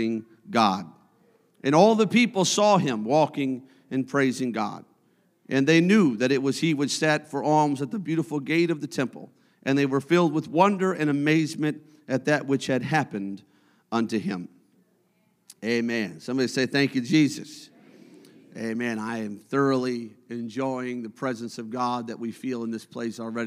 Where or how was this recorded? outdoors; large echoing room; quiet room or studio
large echoing room